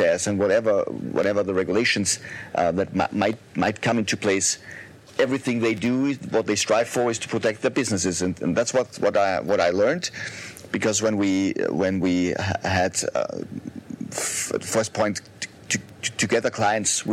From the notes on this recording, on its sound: I was invited to moderate this panel discussion by Stadler Völkel Attorneys at Law in Vienna. Sorry, for the sometimes bad audio quality due to the live recording outdoors!